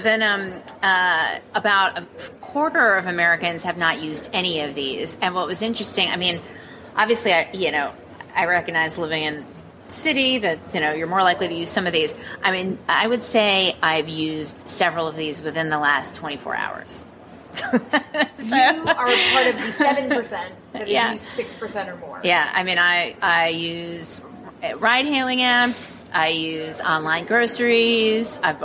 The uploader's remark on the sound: We report from a hotel hallway, so apologies for the sounds of conference-goers in the background.